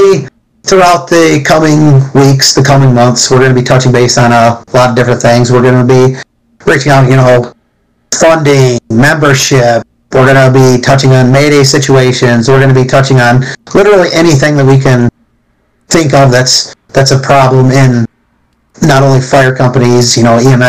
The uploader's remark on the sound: Bare with us while we work thru the best settings for audio etc.